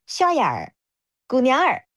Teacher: 杭州话当中它的这个儿其实都是分开的音节，它不会卷舌头